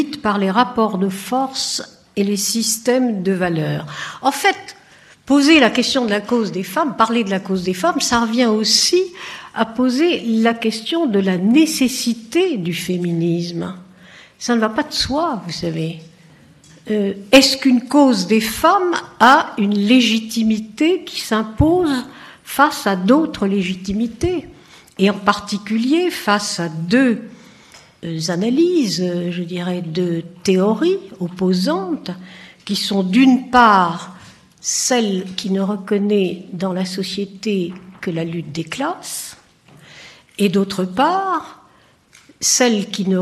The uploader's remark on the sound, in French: Conférence inaugurale de l'édition 2004 des Rendez-vous de l'Histoire